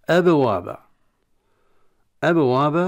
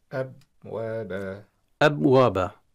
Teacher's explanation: أبوابا، أبوابا طبعا الباء ساكنة وهي من حروف القلقلة الخمسة، وعند سكون هذه الحروف الخمسة وهي في كلمة قطب جد، في حالة السكون يضطرب المخرج وينطق بالباء في المخرج كما نقول قلقلة · Shown in: first take · يعني اضطراب في المخرج حتى نسمع للحرف نبرة قوية.